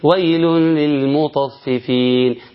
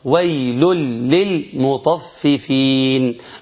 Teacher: يقول ده ادغام، النون اضغمت في اللام واصبحت حرف جديد تماما، واصبح ما فيش حرف خالص، ولام هي اللي عندي لام مشدده · Shown in: second take